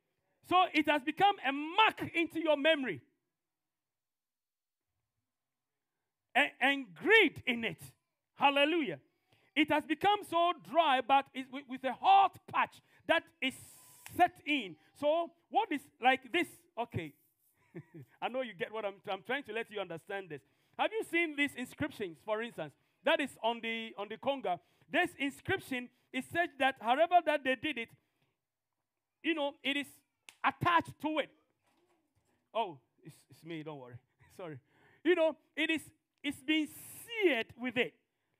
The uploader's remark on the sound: TFCC Sunday Service. This podcast is a live recording of a Sunday Service.